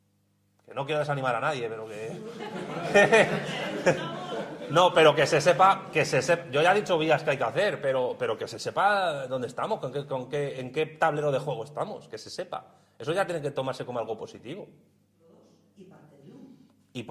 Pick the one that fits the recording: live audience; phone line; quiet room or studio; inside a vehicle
live audience